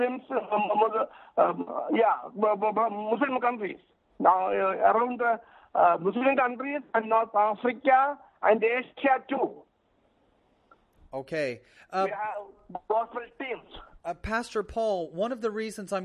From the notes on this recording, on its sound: on the phone